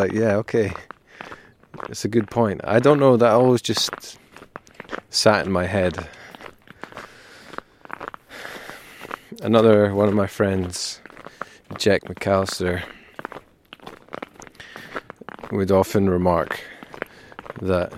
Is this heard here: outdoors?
yes